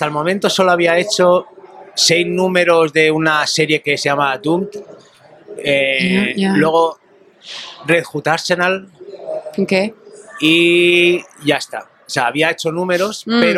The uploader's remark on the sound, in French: lors du Paris Fan Festival où nous avons pu interviewer